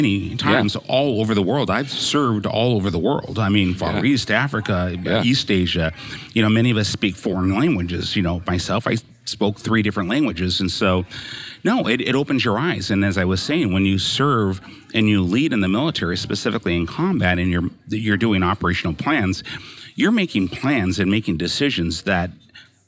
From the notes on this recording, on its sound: they're at one of their favorite places, Old Town Burger in Battle Ground, Washington